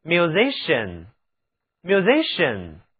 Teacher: 字母 c 在音乐家这个词中读作 sh